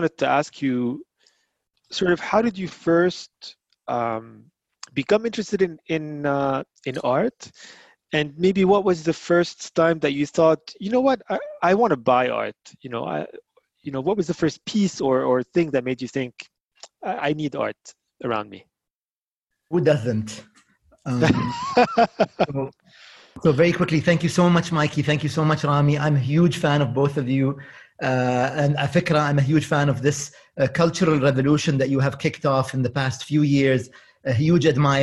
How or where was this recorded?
video call